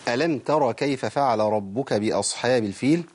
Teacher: الراء عندي مفخمة في ترى، ما قولش ألم ترى ولا ربك. الراء هنا مفخمة والراء هنا مفخمة، مهم أوي إحنا إيه نبين تفخيم الراء.